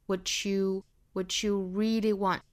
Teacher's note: what 和 you 之间连读同化，读成一个 ch 的发音